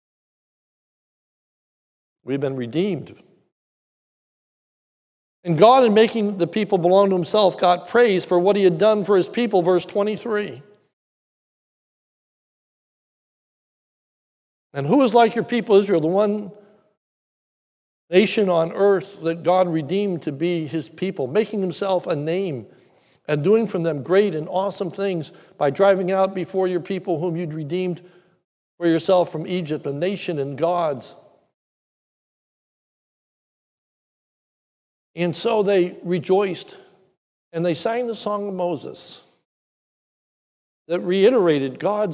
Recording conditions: large echoing room